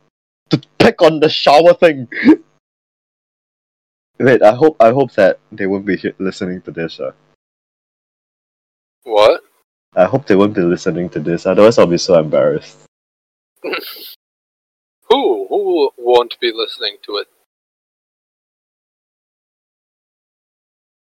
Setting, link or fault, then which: fault, poor sound quality